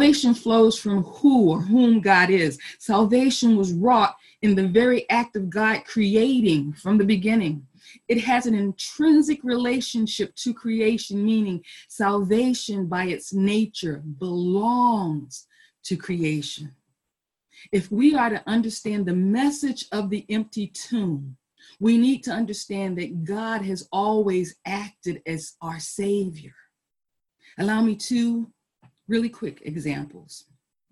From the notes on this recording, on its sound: Our Zoom streamed Easter Service.